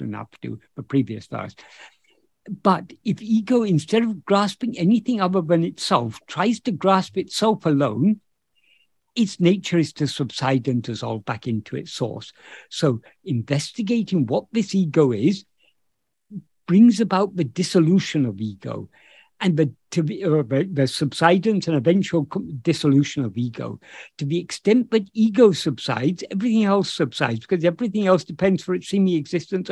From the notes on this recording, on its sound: In a Zoom meeting of the ‘Ramana Maharshi Foundation UK’ on 20th August 2022